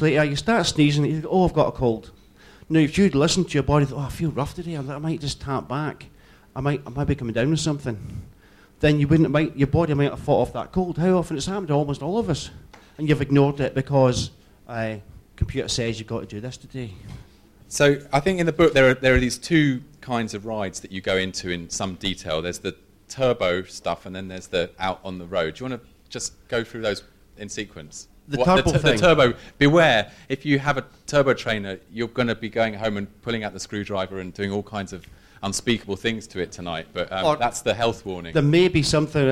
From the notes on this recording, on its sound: Recording from the London launch. Look Mum No Hands!